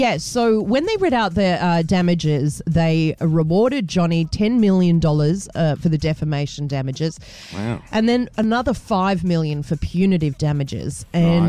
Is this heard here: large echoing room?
no